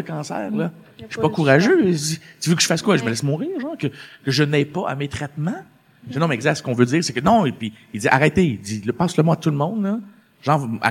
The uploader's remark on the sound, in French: Le moment est enfin venu de vous présenter notre premier épisode devant public.